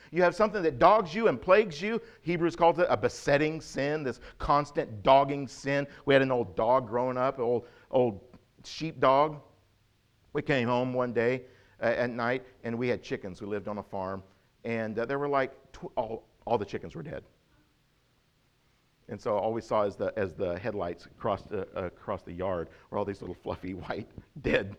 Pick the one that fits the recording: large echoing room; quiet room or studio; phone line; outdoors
large echoing room